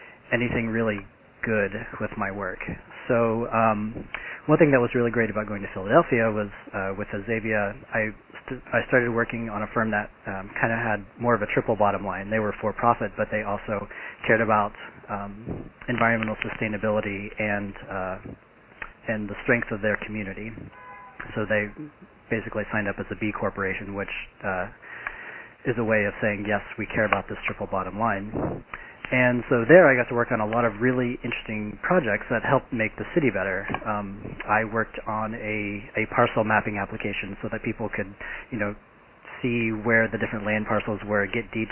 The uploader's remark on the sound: Call recorded on March 24, 2011.